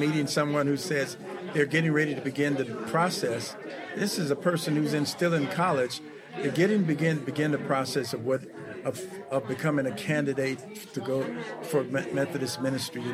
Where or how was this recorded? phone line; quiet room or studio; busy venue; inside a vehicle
busy venue